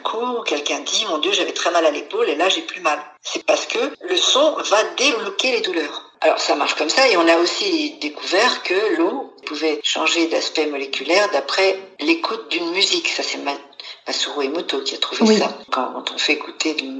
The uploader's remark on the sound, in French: Nous avons enregistré à distance par téléphone , vous pouvez aussi entendre des travaux